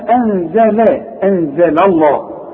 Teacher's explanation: اللام هنا مرققه، اللام بتاعت لفظ الجلاله هي المفخمه